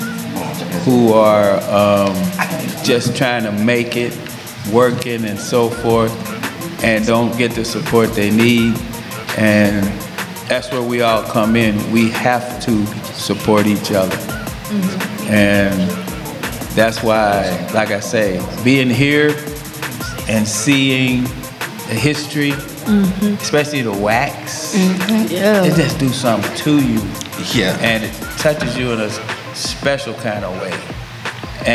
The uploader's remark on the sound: Recorded April 15, 2023, on site at The Griot Museum during COUNTERPUBLIC opening activities.